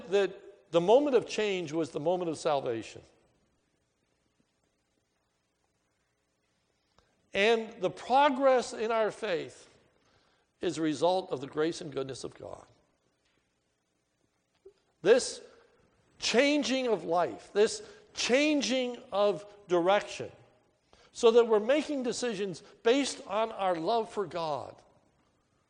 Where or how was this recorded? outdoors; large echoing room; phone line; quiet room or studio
large echoing room